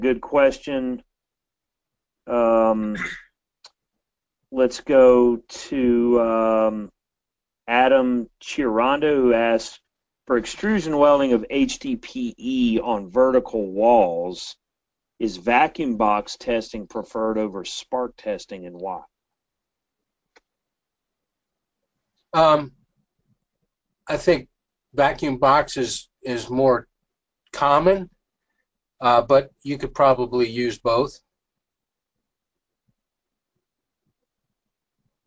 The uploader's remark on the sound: This is an audio version of the FGI webinar.